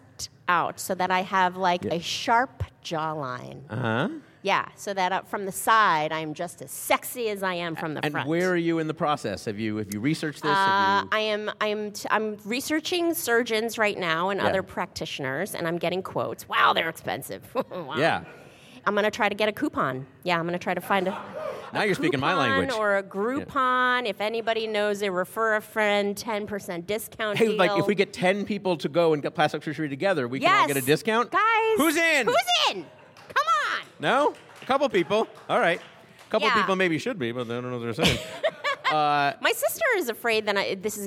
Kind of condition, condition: setting, busy venue